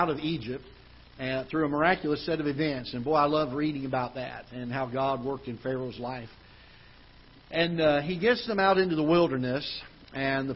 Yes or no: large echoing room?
yes